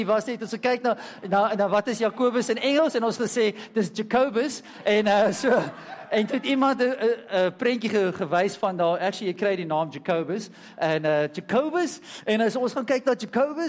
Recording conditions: large echoing room